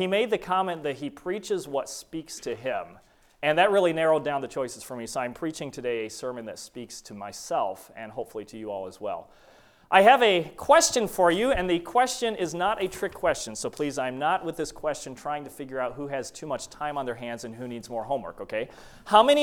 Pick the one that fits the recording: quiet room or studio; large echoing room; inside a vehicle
large echoing room